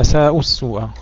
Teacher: أيضا لو كانت واوا مثلا، أساءوا السوء، ثم كان عاقبة الذين أساءوا السوء، لم نقل أساءوا السوء، لا، حذفت الواو لالتقاء الساكنين